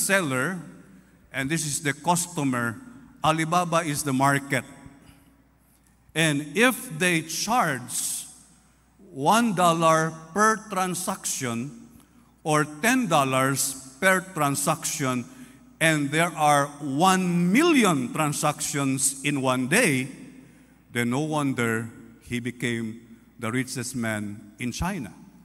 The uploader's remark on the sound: This podcast was recorded live last April 9, 2023 at Zamboanga City Alliance Evangelical Church.